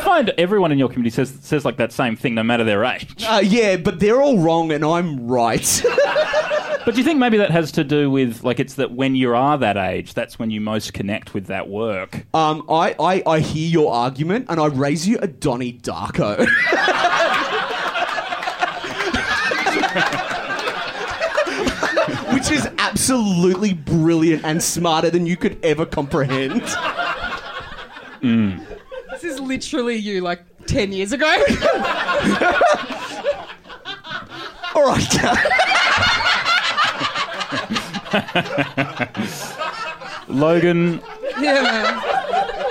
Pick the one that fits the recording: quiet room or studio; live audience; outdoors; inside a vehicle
live audience